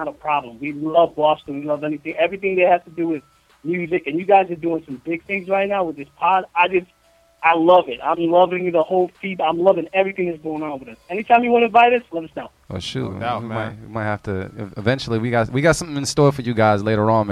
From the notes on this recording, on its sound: The Stew Presents: BEAT CLUB Podcast (Live). Take to the phone lines.